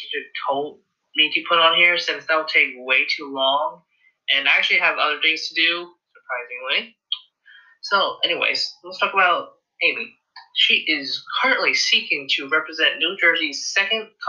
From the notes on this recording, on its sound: the audio is horrible